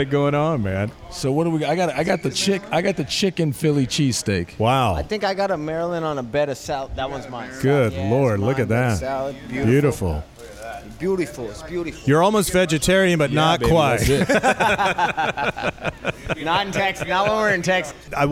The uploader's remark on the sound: Left the studio and went on location for the Rock 30 Thanksgiving weekend special to Wise Guys in Round Rock, TX. Left the studio and went on location for the Rock 30 Thanksgiving weekend special to Wise Guys in Round Rock, TX.